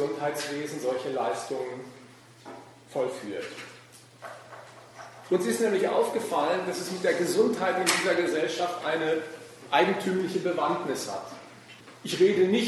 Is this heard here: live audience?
yes